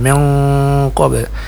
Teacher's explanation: Panjangnya 4 harakat. Jadi bunyinya antara nun sukun dengan huruf qaf yang ditemuinya, tapi suara kita atau bunyi suara kita itu agak condong ke huruf qaf besarnya. · Term: ikhfa